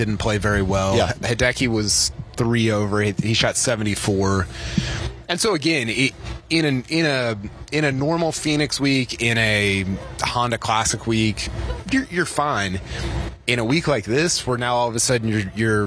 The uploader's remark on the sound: Live From The WM Phoenix Open